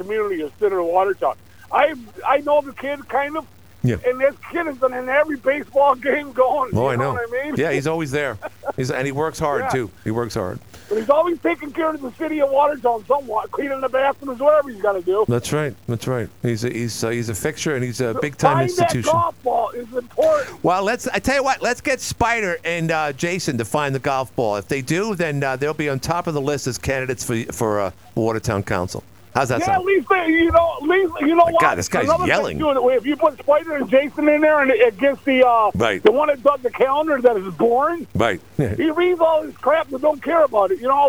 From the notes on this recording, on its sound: Oh, another council candidate called